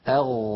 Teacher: والمنطقة التي في مؤخرة اللسان هذه مر معنا أن اسمها جذر اللسان، فبين جذر اللسان والحنك اللحمي في هذا المكان الذي ترونه يخرج حرف الغين. ولاحظوا بأن المخرج لا ينقفل، لاحظوا بأن المخرج مفتوح